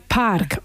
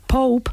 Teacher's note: vemos que además de cerrar los labios, ellos hacen una pequeña explosión de aire. Esa es una diferencia en la pronunciación de la P entre los anglohablantes y los hispanohablantes.